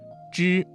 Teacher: 发音的时候舌头翘起，舌尖抵住或靠近硬腭的后部，形成一个狭窄的通道，使气流通过时产生摩擦音 · Term: 翘舌音